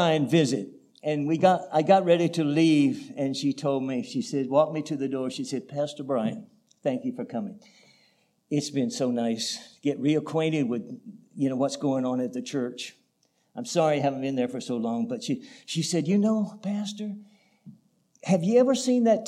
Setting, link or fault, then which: setting, large echoing room